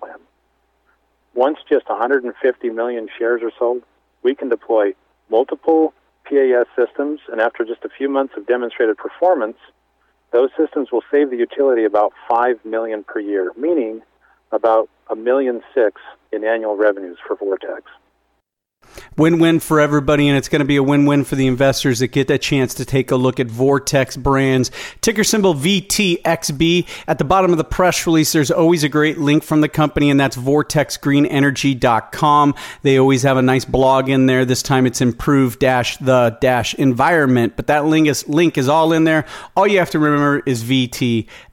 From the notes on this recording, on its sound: called in to SmallCapVoice.